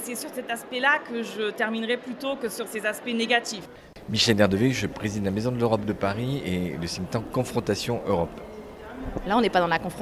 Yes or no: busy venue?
yes